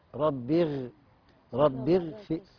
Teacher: الغين هنا من حروف التفخيم، لكن لا لما سكن سكنة قبلها كسر أصبح هنا التفخيم نسبي. يعني ما نقولش ربي اغفر، لا ربي اغفر.